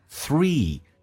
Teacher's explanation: three 长元音嘴角往后咧